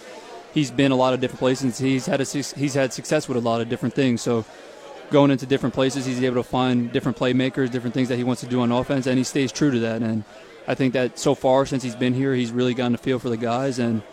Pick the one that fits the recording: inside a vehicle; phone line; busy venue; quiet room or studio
busy venue